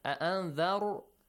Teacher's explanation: را is pronounced heavily because there is a fatha sound before.